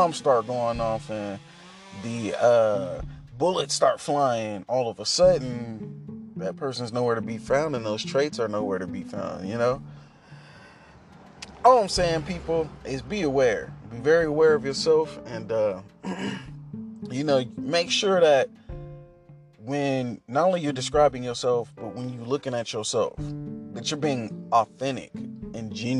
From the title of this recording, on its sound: In the car thoughts